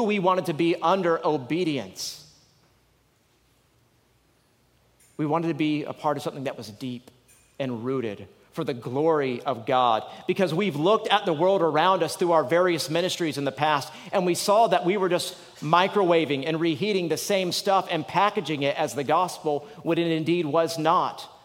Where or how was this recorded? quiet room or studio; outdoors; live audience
live audience